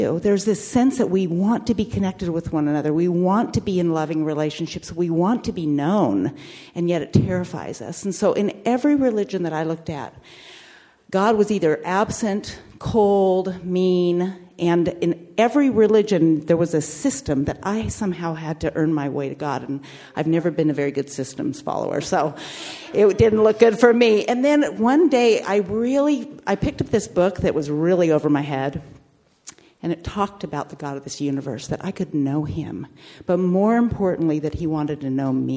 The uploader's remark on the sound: Recording at the Graf Barn in Southern California